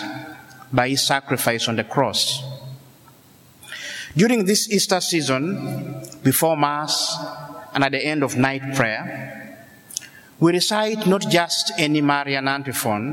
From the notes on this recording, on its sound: This homily was preached on April 4th, 2016 in the Notre Dame Seminary chapel